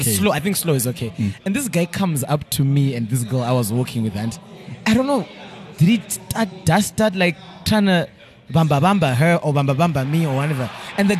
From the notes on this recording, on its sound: The team meet up at Shoko festival to record the current episode. In the heat of the noise.